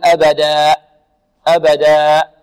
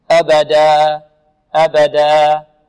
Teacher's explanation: عندما يقف على الألف في كلمة أبدا نقف عليه بمقدار حركتين، ولا نقف بهمزة في نهاية الألف · Shown in: second take · لا نقول أبدا أبدا، ماذا سمعتم الآن؟ · Term: بدون همزة